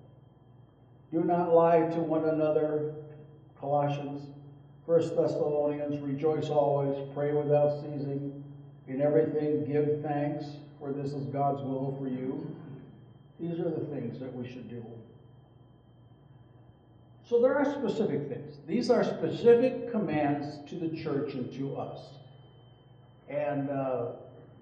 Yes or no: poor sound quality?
yes